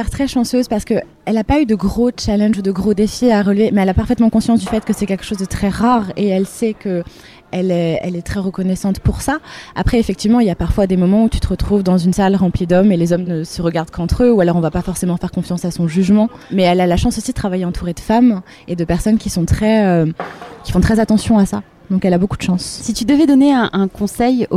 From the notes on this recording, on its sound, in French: Était à la 17e édition du Main Square Festival à Arras. Lors de cet événement à guichet fermé.